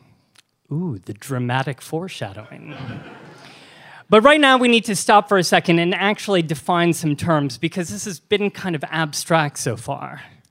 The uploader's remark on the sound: This show was recorded live at the Bell House in Gowanus, Brooklyn, as part of the Brooklyn Podcast Festival